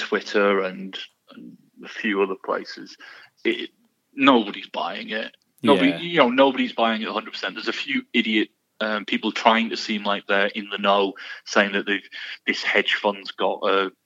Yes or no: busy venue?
no